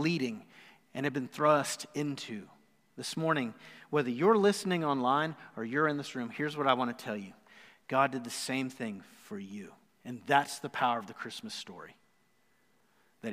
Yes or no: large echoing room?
yes